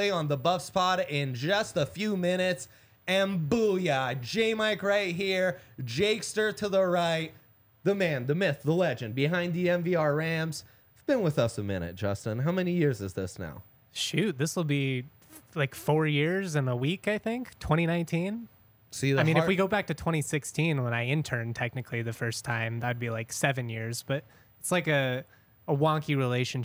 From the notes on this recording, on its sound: coming to you LIVE from the DNVR Bar